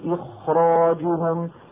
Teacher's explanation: بالنسبة لكلمة إخراج، حتى الذين قالوا بأن المراتب ثلاث، عند كلمة إخراج بالذات قالوا فخمها زيادة شوي من أجل الراء التي بعدها · Term: التفخيم